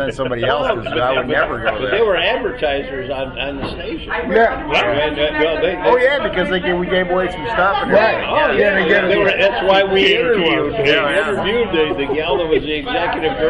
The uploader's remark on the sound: WLCS, WEFG, and Talk n Tunes reunion at the Pop a Top in Muskegon.